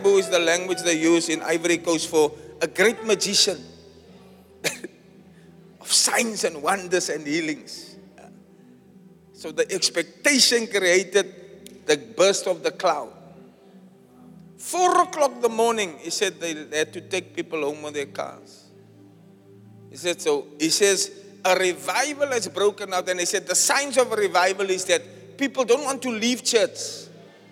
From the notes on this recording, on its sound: Preached at Zion Sanctuary, Cape Town on the 4th June 2023